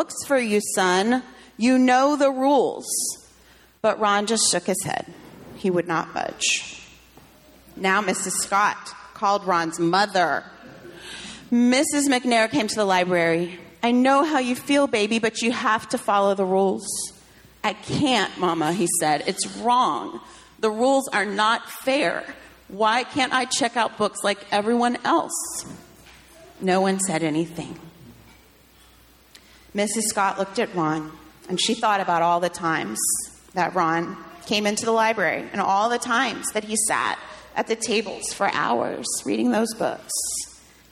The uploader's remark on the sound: sermon delivered on July 30, 2023